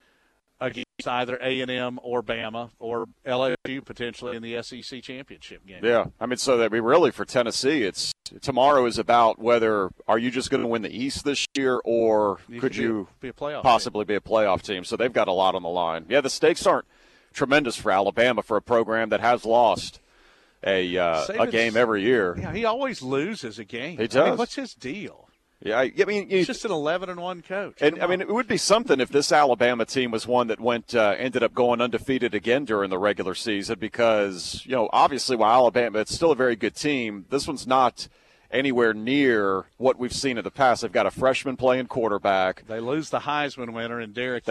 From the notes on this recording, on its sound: live from the UGA Bookstore